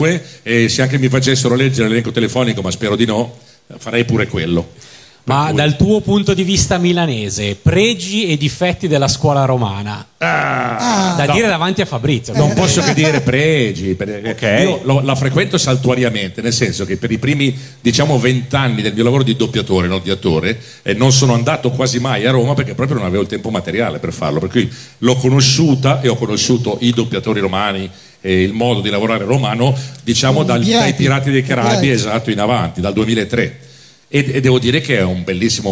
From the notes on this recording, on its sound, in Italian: Dal palco centrale di Lucca Comics & Games 2018